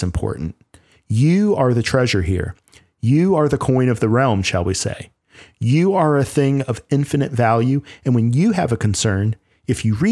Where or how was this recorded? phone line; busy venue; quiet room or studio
quiet room or studio